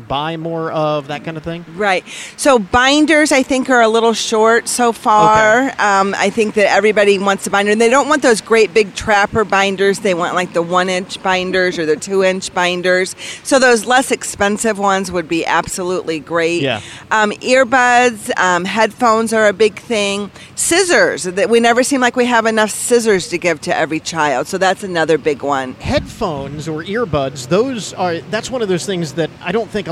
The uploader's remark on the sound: ON LOCATION for the annual 'Stuff the Bus' school supplies campaign